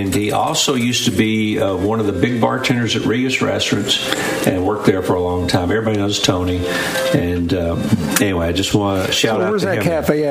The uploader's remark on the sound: LIVE from Harrah’s Casino in Cherokee!